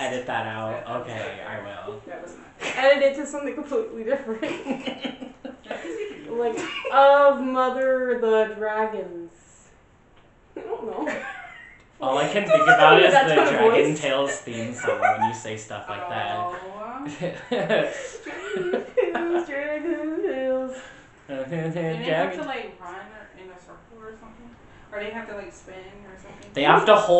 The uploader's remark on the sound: Recording of the original potato quality podcast